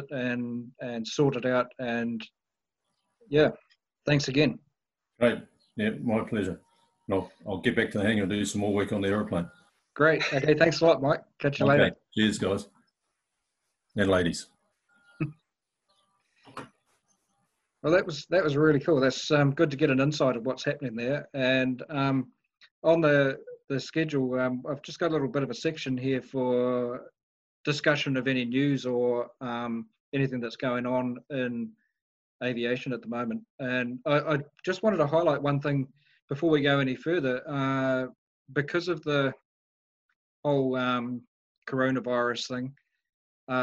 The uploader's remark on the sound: The first ever WONZ Virtual Forum Meet, via Zoom, as a result of the Covid 19.